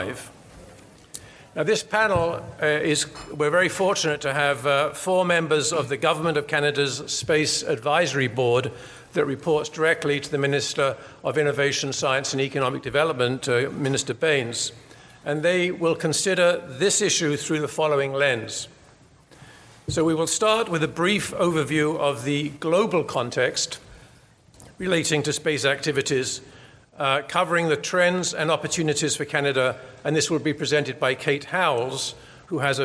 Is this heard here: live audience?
yes